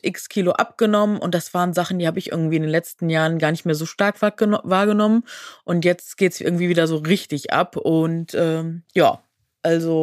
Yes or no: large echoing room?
no